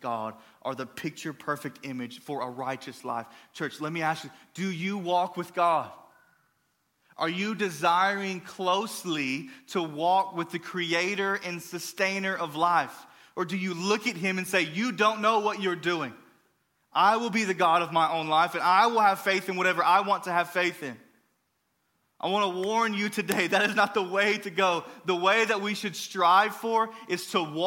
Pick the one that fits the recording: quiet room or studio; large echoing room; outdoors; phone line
large echoing room